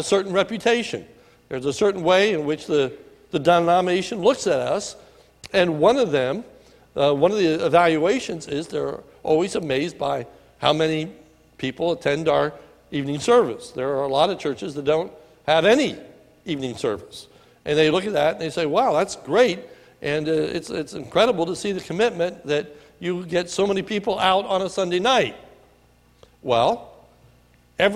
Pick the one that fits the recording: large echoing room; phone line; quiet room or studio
large echoing room